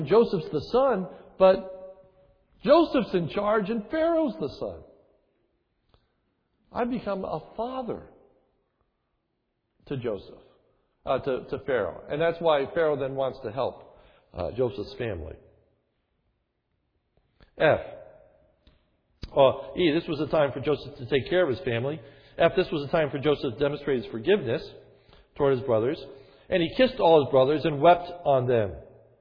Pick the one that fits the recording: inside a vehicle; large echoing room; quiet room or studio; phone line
large echoing room